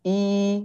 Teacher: bunyi kasroh itu i ya standarnya i bukan e ya